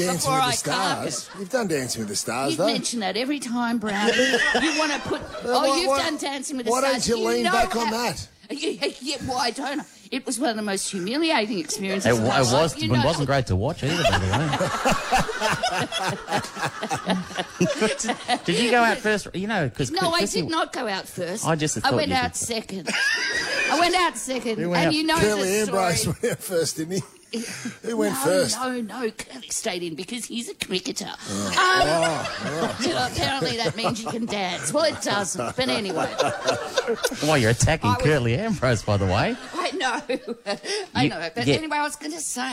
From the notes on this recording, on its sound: LIVE From The Melbourne International Comedy Festival. We’re LIVE from the Melbourne Town Hall for our annual Melbourne International Comedy Festival show!